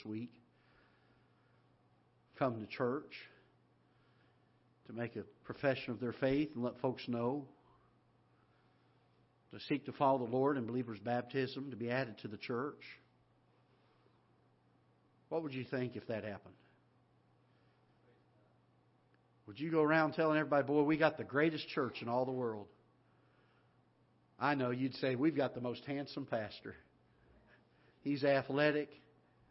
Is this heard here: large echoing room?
yes